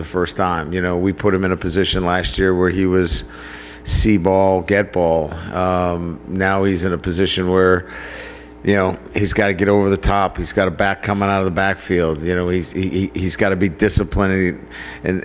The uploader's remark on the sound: Press conference.